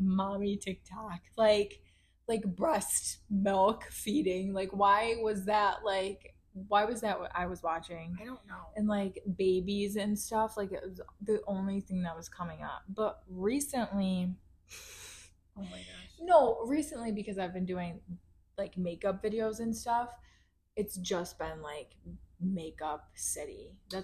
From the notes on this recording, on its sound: The audio might be crappy